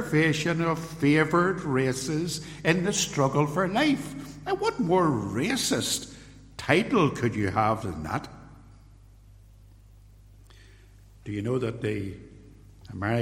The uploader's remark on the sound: This podcast contains a sermon., delivered at Templepatrick reformed Church, and released on this platform with permission.